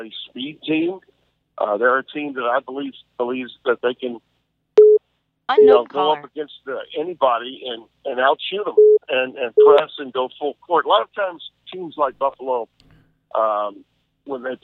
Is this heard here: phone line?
yes